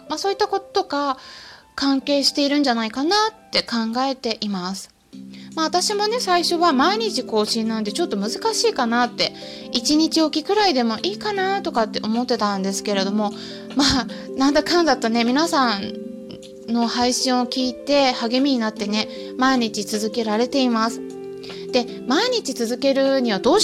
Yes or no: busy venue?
no